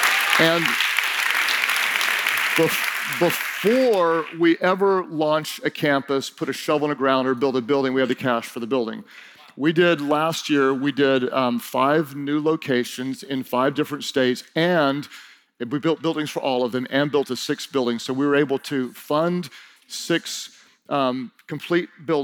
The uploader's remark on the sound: During Session 2 of Team Conference 2019